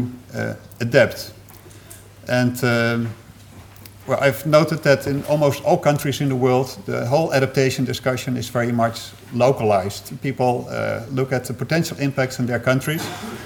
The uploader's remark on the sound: Third presentation of session 9 of the 4 Degrees international climate conference.